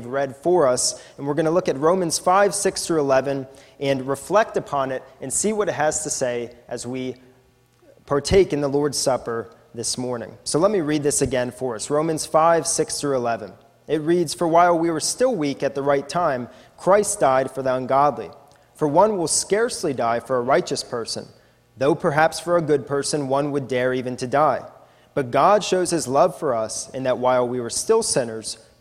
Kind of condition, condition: setting, large echoing room